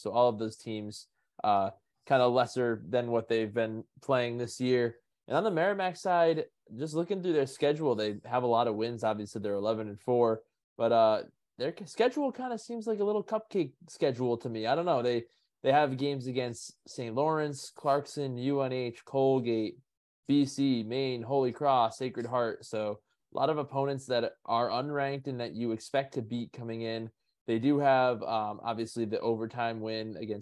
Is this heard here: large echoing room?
no